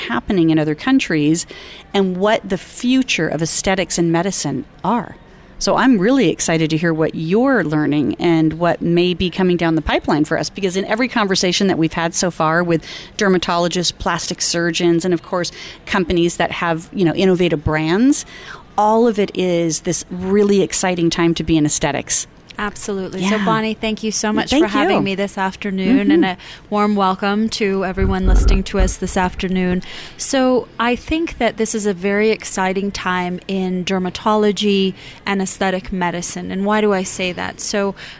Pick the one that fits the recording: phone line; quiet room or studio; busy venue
busy venue